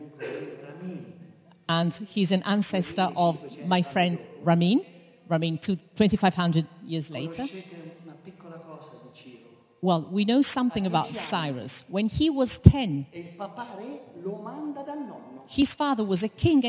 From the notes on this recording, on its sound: In front of a live audience, in a theatre in the village of Solomeo, Italy.